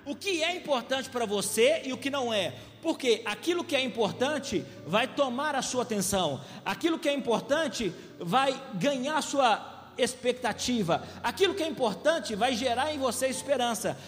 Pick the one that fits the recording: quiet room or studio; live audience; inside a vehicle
live audience